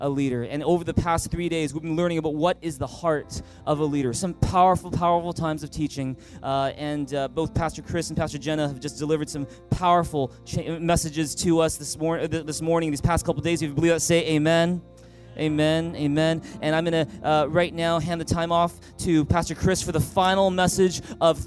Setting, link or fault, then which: setting, large echoing room